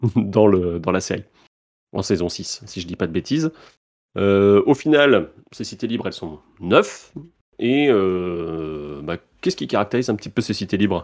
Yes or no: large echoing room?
no